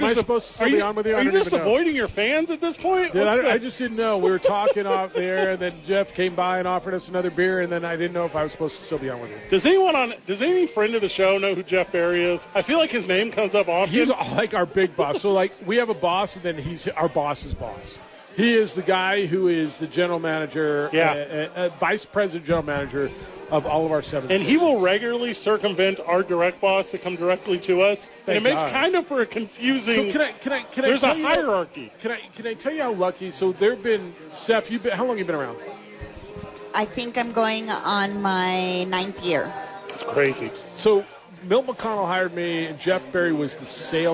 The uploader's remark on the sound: live from Hooters celebrating The Opening Drive's Anniversary party